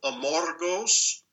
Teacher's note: I just trill the R, and I don't usually.